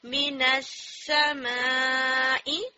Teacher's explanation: سین کی جو صفت ہے اس کی وجہ سے سین کی پوری سیٹی کلیئر کیجئے، اور وہ بھی ڈبل ہے سین، رائٹ. سین پہ دیکھیے تشدید ہے، دیٹ مینس ٹو ٹائم سین ہے، تو اس کو پورا اچھا زیادہ کیجئے، من السماء، ٹھیک ہے.